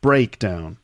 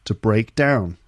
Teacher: So when it's a noun, the first syllable is stressed · Shown in: first take · breakdown.